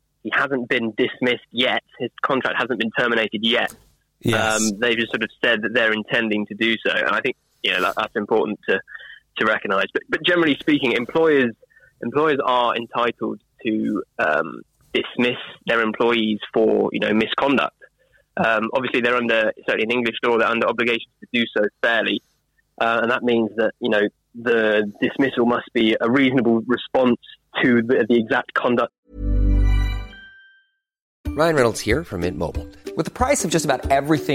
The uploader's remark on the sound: Listeners call in to talk about rugby.